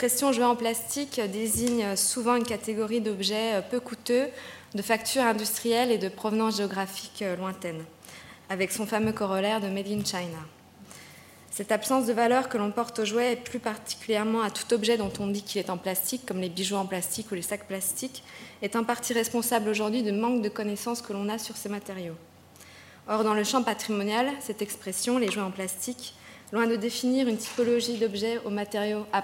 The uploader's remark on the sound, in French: Enregistrée le 16 décembre 2011 dans le cadre du colloque « Conserver, restaurer et exposer les collections de jouets ».